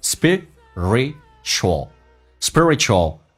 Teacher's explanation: spit 轻轻往回收一下，哎，短元音急速有力